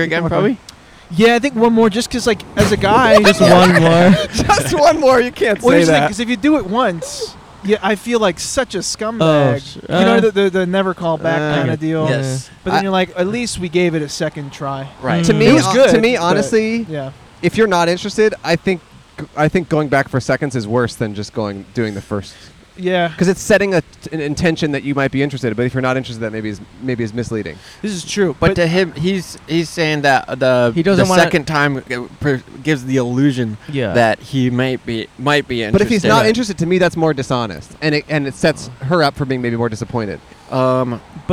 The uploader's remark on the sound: On Brand Blvd in Glendale, California.